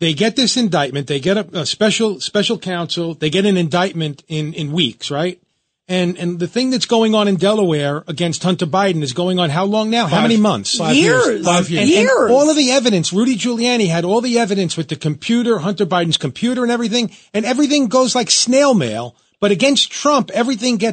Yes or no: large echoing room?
no